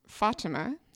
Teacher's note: Accent on the first syllable and then very soft T and I sounds.